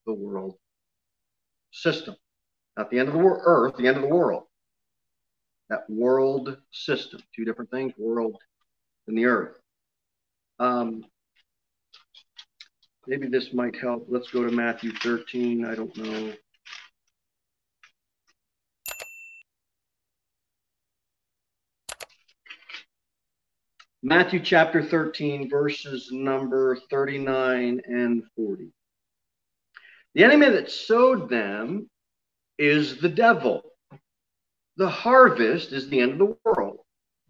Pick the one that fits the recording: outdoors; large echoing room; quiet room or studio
large echoing room